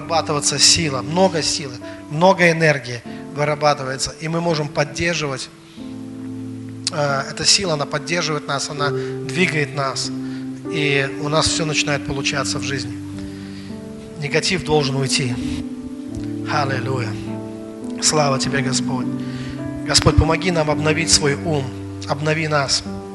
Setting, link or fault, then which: setting, large echoing room